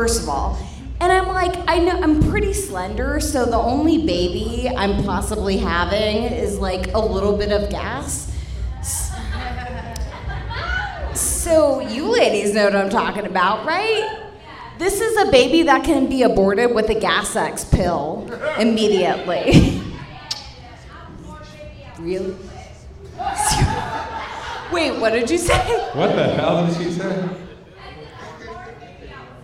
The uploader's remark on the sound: This late-night talk show-meets-podcast setting. Recorded LIVE from Shark's Comedy Club in Dallas, Texas.